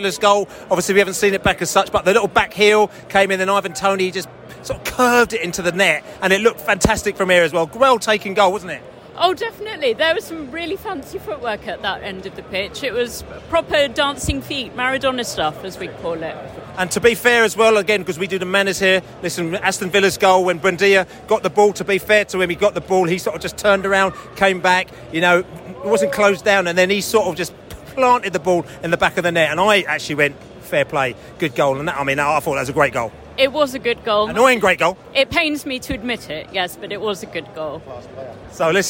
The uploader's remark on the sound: post-match podcast from the stands